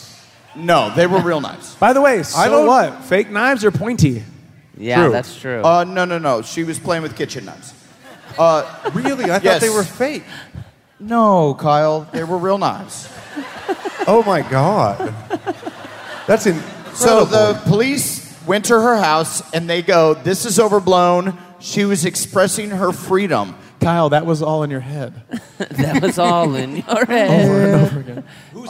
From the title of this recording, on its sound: Live from St. Louis